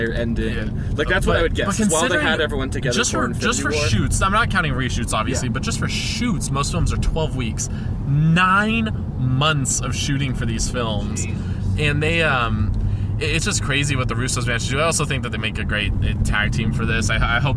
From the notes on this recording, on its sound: Just decided to turn on the recorder on the ride back to their hotel. On his first trip to Las Vegas.